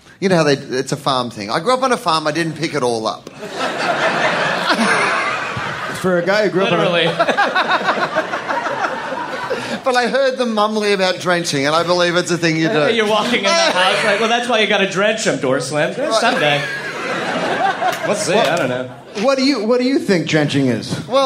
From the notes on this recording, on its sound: live at The Comedy Store in Sydney, Australia.